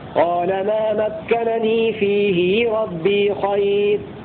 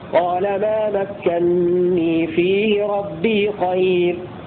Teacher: قرأ ابن كثير بنونين خفيفتين الأولى مفتوحة والثانية مكسورة على الإظهار · Shown in: first take